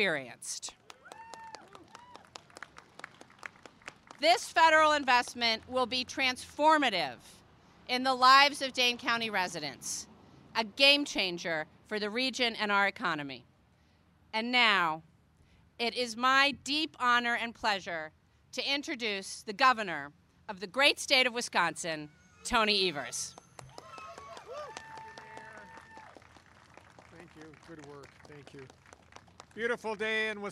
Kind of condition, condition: setting, busy venue